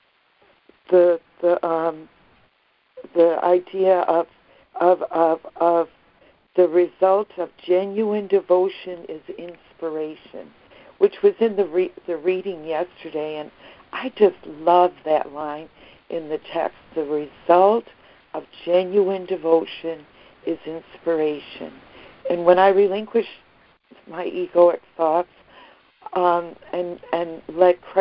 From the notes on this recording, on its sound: ACIM Daily Conference Call.